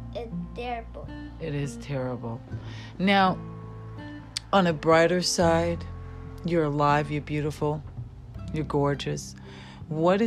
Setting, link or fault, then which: fault, background noise